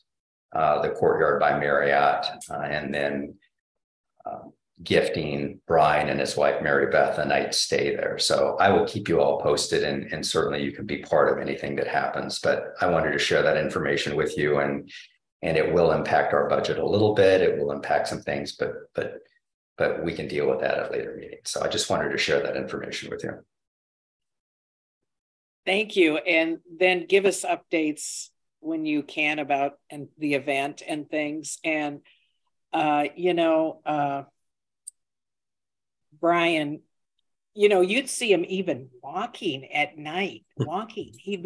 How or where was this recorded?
video call